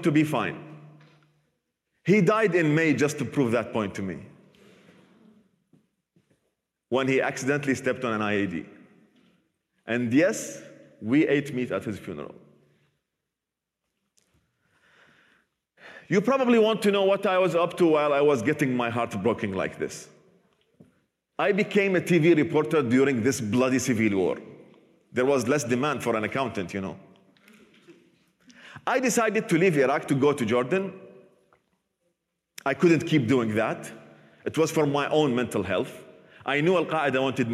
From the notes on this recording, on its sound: Recorded at the 2021 Oslo Freedom Forum.